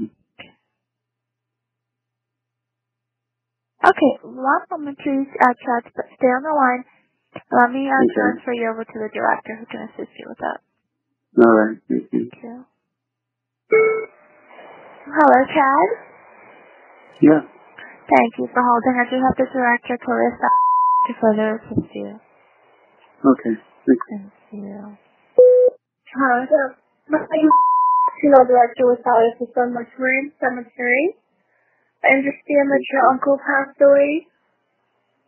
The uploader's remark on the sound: bizarre phone call with Valley of the Sun Mortuary